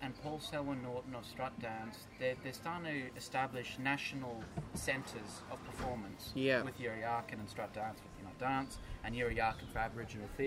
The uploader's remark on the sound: In this special outdoor edition.